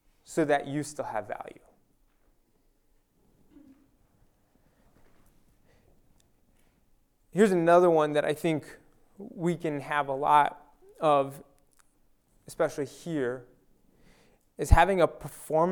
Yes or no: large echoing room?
yes